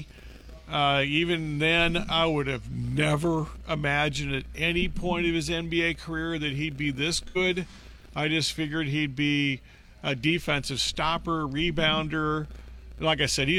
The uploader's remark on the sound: Live from Putting World